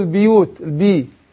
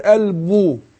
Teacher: الباء هنا في كلمة البيوت كثير بيكسروها أقول البيوت البي. لا أنا عايزين نضمها هي مضمومة أقول البو. نعم.